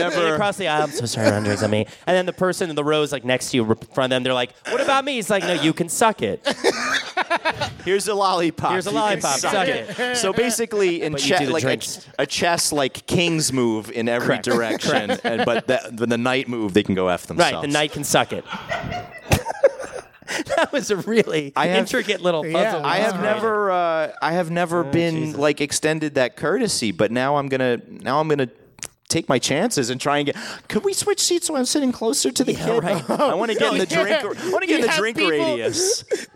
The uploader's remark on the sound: LIVE from Pensacon Comic Convention 2018. The guys report back from sunny Florida and the 2018 Pensacon Comic Convention.